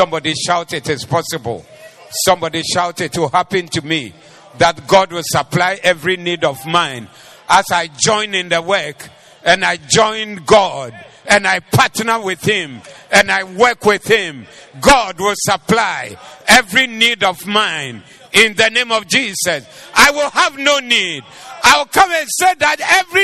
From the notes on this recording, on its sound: Preached at the Doxa Service